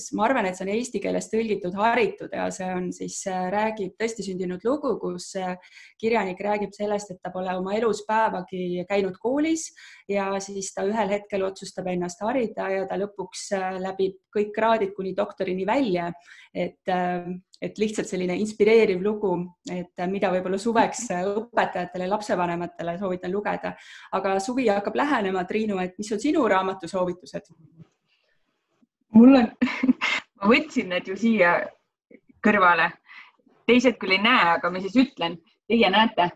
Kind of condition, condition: link, video call